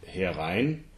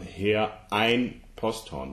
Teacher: we need to make sure that we have the glottis after the word her, before ein · Shown in: second take